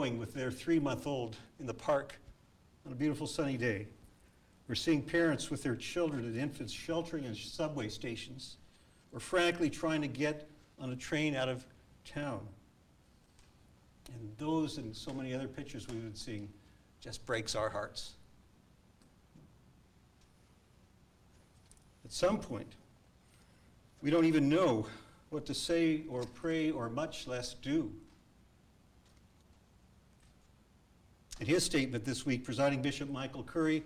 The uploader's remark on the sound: A live recording from our church in San Jose, California.